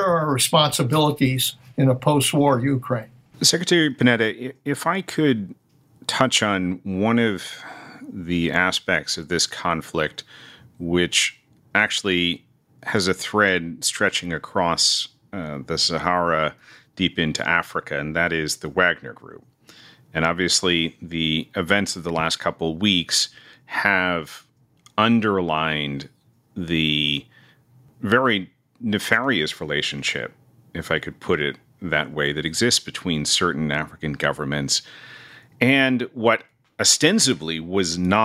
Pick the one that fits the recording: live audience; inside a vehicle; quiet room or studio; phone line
quiet room or studio